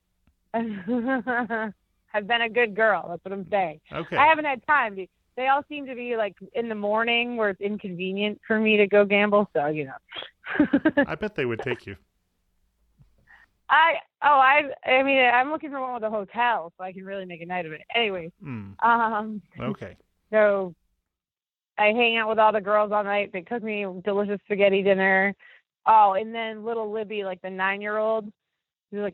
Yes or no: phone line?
yes